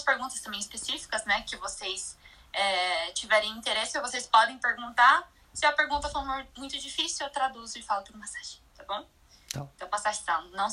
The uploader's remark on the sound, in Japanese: インスタグラムライブの音声です。